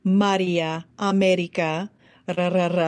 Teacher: So normally in Spanish, you would have sort of a tapped R